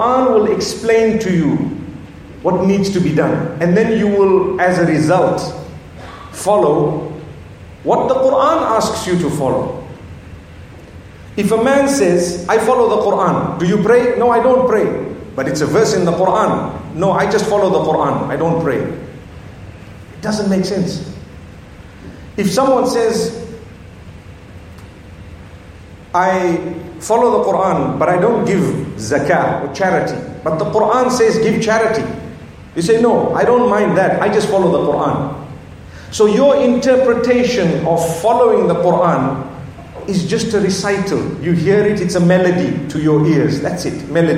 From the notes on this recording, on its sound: Lecture from At The Peak Convention in Hong Kong